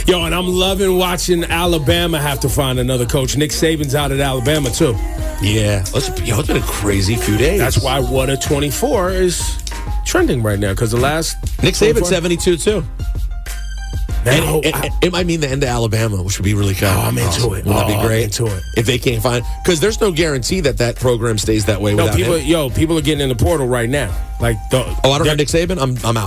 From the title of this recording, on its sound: Delivery Drivers Call